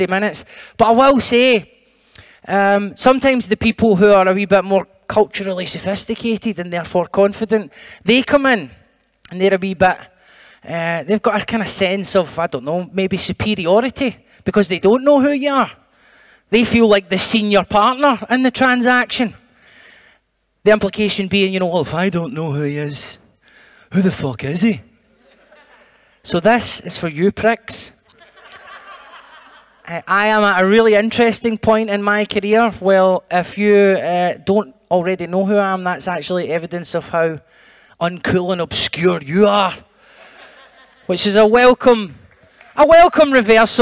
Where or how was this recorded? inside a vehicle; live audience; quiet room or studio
live audience